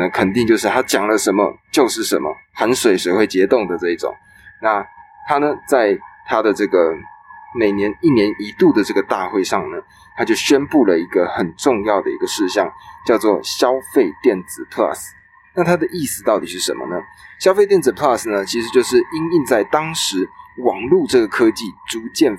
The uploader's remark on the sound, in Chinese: 今天我在高鐵上錄音，所有人把我當怪人XD。